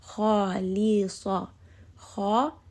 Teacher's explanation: So make sure you are making that switch from heavy, light, heavy.